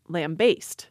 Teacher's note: the stress in standard dictionaries is always put onto the second syllable